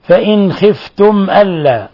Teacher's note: نون ساكنة جاء بعد حرف الخاء، الحكم التجويدي إظهار حلقي